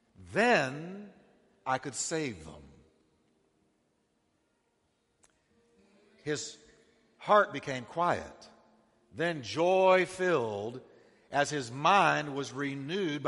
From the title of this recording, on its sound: Christmas Eve Service